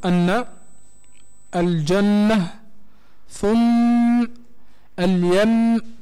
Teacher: حكمه وجوب الغنة الظاهرة فيهما بمقدار حركتين تقريبا. طبعا مسألة المقدار الغنة هم يقولوا مقدار حركتين، مش بالضبط حركتين، هي مسألة تضبط بالسماع بالمشافهة، يقربوا يقولوا مقدار حركتين هكذا.